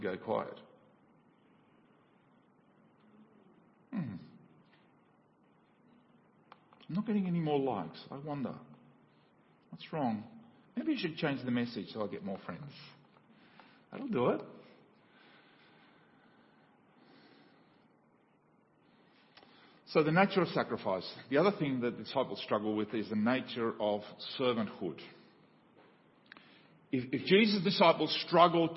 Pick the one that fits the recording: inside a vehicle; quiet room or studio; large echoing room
large echoing room